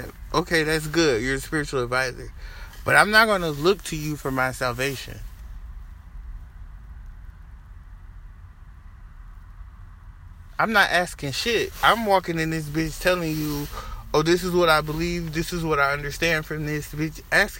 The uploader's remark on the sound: Conversations in the car with my best friend